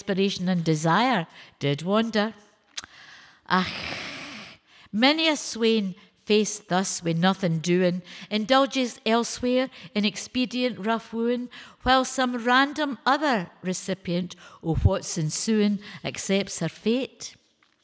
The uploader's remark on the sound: Recorded in front of a live audience at Glasgow Women’s Library.